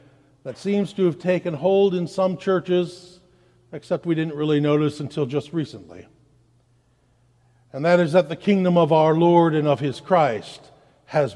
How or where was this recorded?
large echoing room